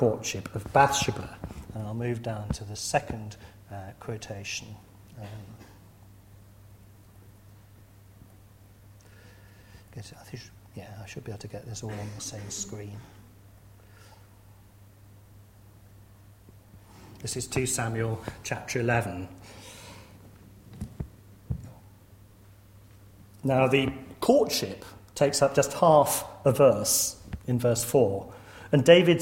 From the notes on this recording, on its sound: lecture series held at Corpus Christi College